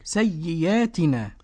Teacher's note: حمزة اذا وقف يقول سيئاتنا، يبدل بياء